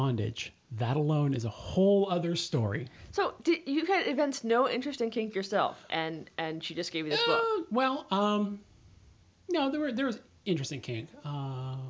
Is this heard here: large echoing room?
no